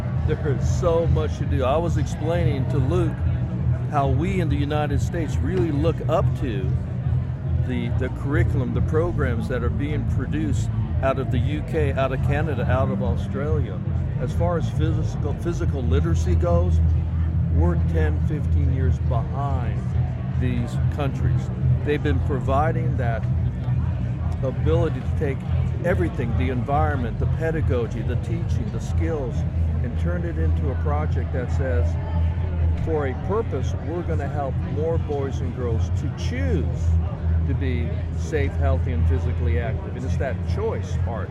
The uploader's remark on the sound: Live from SHAPE Nashville Day 2!